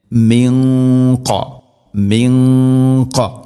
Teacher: ഖാഫ് സ്വരഭാരത്തിൽ ഉച്ചരിക്കേണ്ട അക്ഷരമാണ്. അതുകൊണ്ട് അതിൻ്റെ കൂടെയുള്ള ഗുന്നയും സ്വരഭാരത്തിലായിരിക്കാൻ ശ്രദ്ധിക്കണം. · Term: ഇഖ്ഫാ ബിഗുന്ന